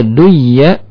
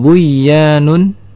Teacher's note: Yang pertama agar tidak terkecoh bacaan seseorang sehingga menyangka bahwa di sana ada huruf yang bertasydid atau huruf yang mudhaf kalau dibaca duya seakan-akan di sana ada huruf ya bertasydid. Dibaca buyanun seakan-akan di sana ada huruf ya ber bertasdid.